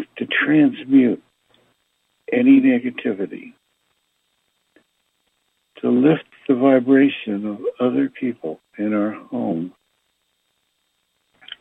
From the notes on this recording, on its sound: Conference Call LIVE.